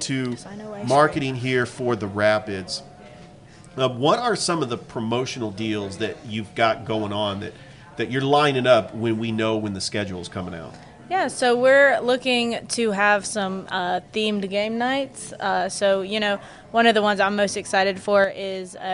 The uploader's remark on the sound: Live at Ivy Park Sports Bar and Grill